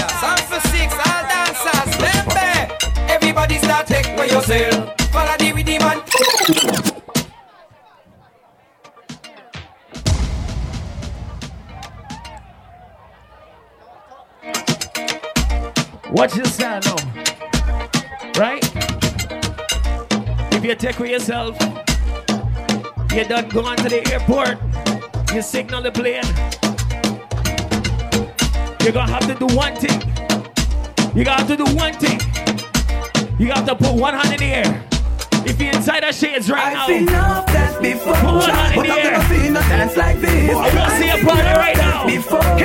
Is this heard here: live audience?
yes